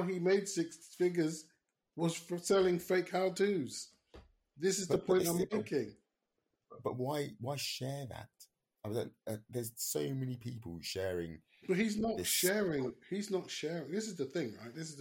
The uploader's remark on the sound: Apologies for the sound quality we had a lot of technical difficulties.